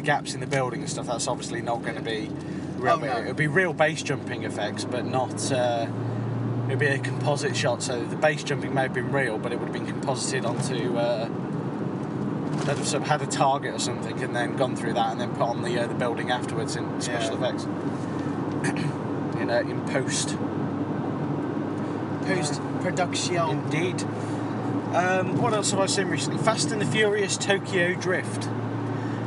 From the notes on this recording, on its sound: This is a special episode recorded in the summer as we drove back home from the beach. Might not be the best quality material, but it's something different…